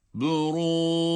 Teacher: Sükun halinde kalkale ile duruyoruz.